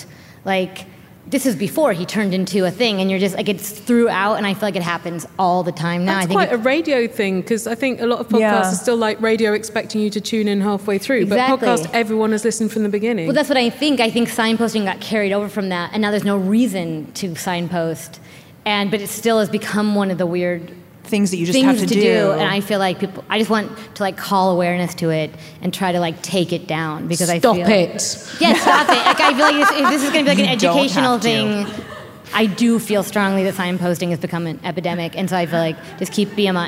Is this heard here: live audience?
yes